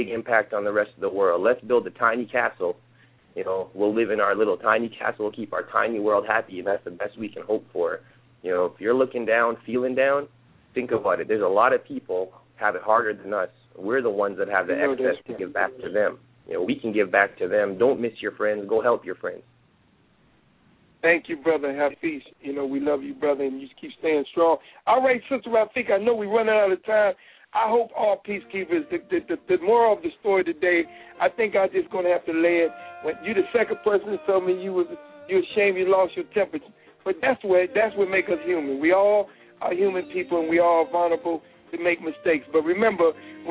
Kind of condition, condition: link, phone line